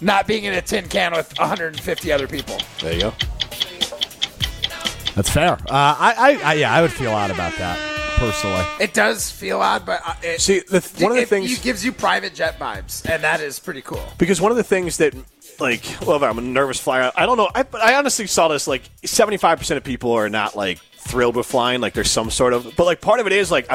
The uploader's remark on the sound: live from Ruth's Chris Steakhouse in Middleton